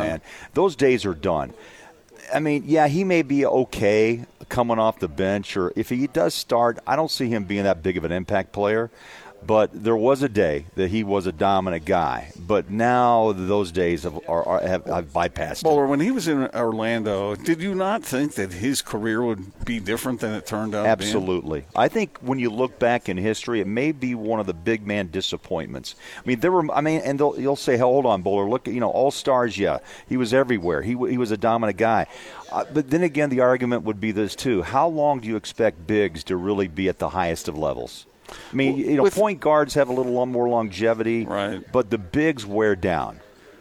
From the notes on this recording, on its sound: presented LIVE from Bullfrog Spas in Bluffdale.